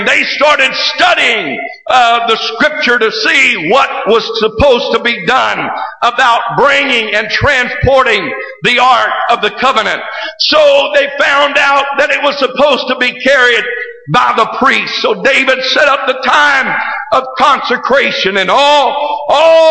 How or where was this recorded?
large echoing room